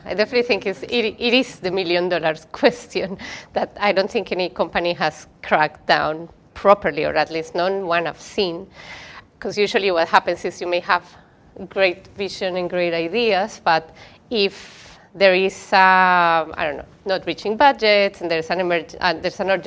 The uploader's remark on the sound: We were invited to host the panel at Product Party with Octopus Ventures, so we figured we would record it and share with you all! Record the podcast with a live audience.